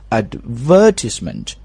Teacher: 如果是英式英语呢，这个单词的重音是在 v 上面，是一个长音的 a 音啊，所以读的是 advertisement。So that's British accent, advertisement. But anyway, if you're speaking American